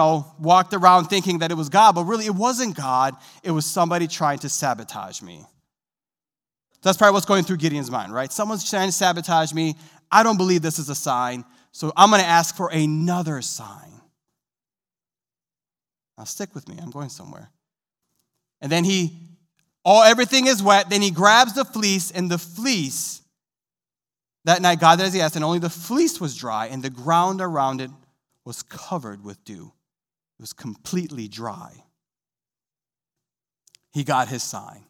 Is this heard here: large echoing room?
yes